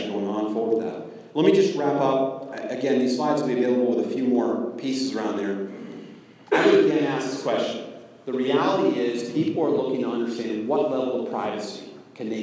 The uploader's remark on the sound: Way back in June 2014 I spoke at the SIP Network Operators Conference (SIPNOC). I lost track of the audio recording but recently found it and thought I would share it.